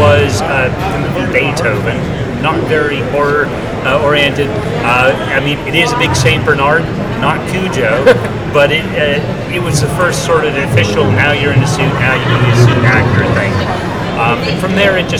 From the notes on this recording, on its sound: This episode was filmed live at Haunted Screams Expo